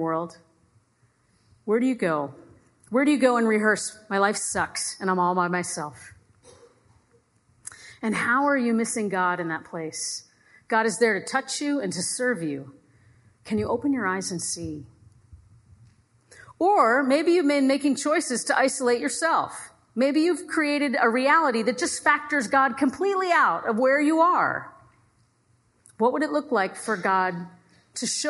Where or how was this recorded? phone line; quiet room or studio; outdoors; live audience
live audience